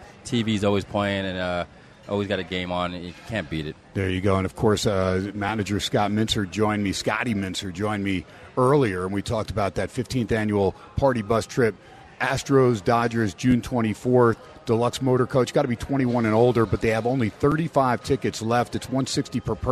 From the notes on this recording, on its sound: "Live" from #SteinersPub on a #HumpDay it's #SportsXradio.